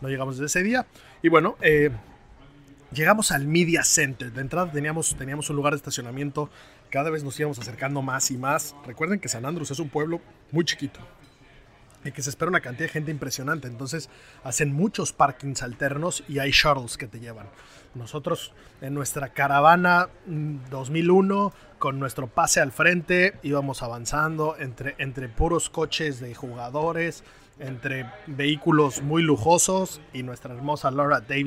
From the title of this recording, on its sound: Live From The OPEN 150